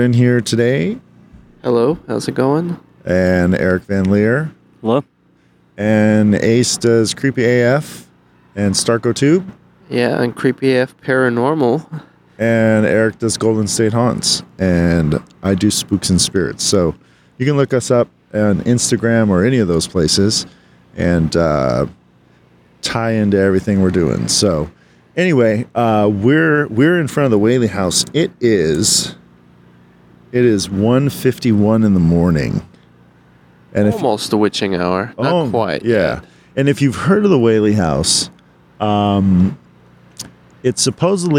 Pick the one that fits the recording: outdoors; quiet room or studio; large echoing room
outdoors